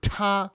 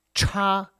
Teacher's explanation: they're both quite aspirated, so there's a lot of air coming out for both of them